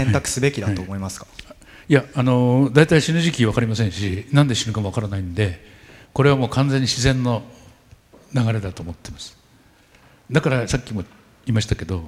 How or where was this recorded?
live audience